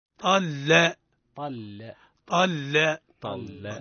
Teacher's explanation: طا مفخم، لا من اسم الموصول مرقق